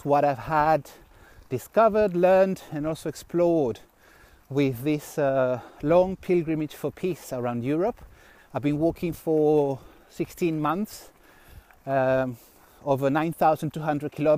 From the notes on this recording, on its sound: reflects while walking on the road